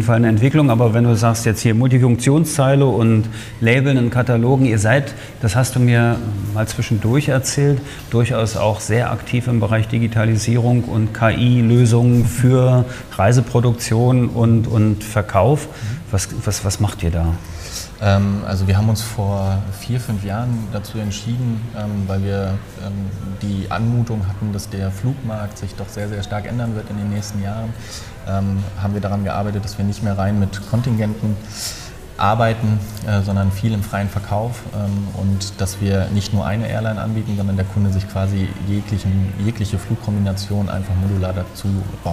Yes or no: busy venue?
yes